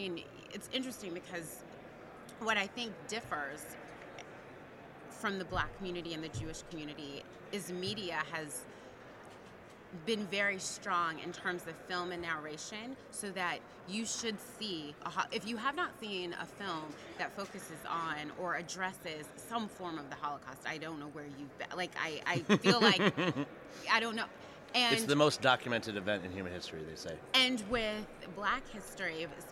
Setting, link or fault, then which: setting, busy venue